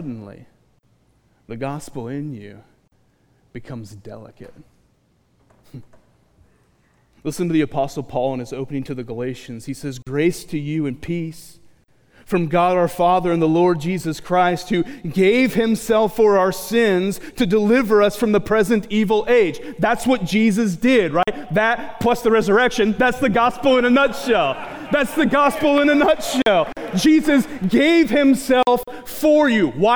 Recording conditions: live audience